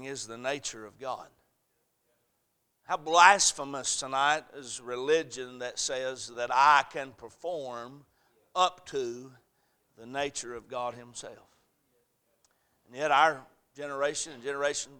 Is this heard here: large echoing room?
yes